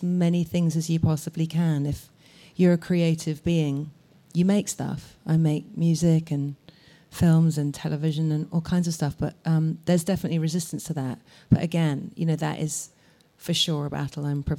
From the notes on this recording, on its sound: In front of a live audience in Bedford Square Gardens, London.